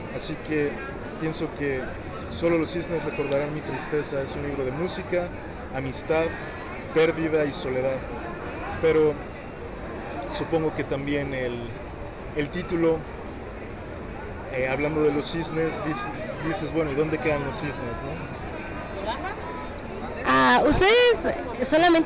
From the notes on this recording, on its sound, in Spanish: escucha nuestra entrevista con el autor en la FIL 2022